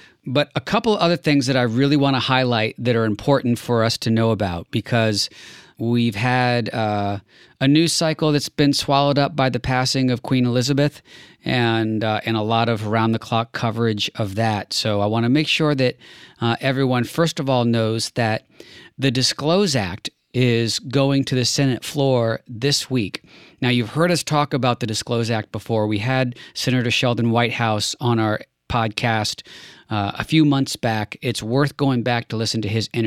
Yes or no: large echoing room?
no